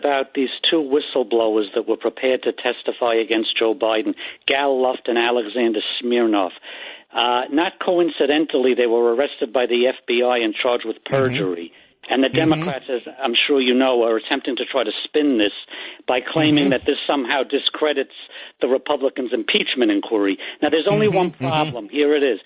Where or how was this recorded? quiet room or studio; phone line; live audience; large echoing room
phone line